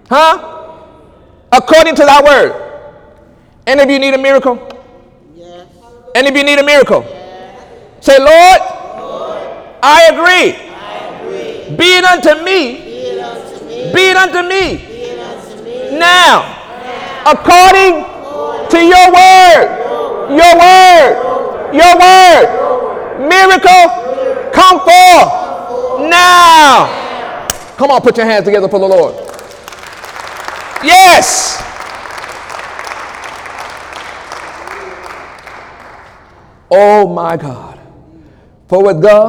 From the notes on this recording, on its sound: During Sunday morning service on April 15, 2018.